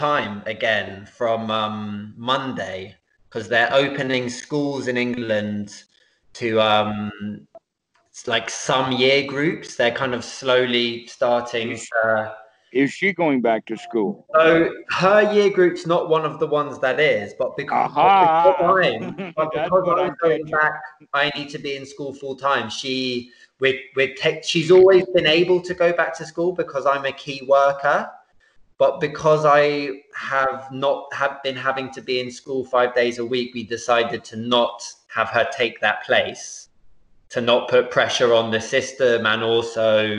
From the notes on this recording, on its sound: skype calls